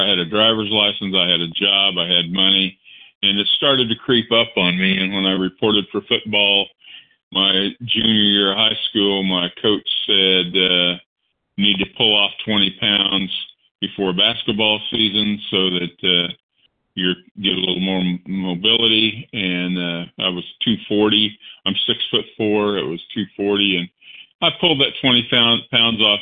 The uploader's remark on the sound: 100 Pounders Phone Meeting